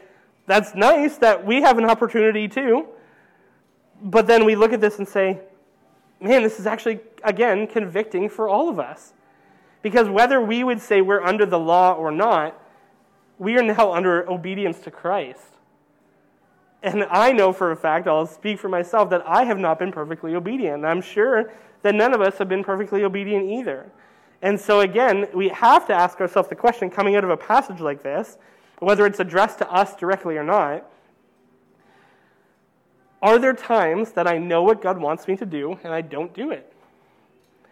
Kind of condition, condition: setting, large echoing room